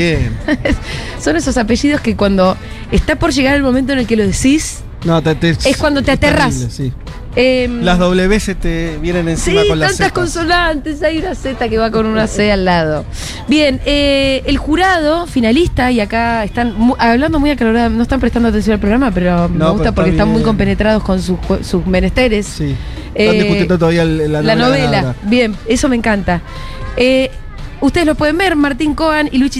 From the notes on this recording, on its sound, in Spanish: en vivo desde Yunta Bar